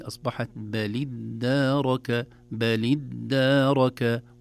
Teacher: هذه الكلمة أولها همزة وصل وقبلها لام ساكنة، لكن تحركت التقاء الساكنين أصبحت بلدارك بلدارك، والدال مشددة ممدودة بالألف القصيرة التي بعدها.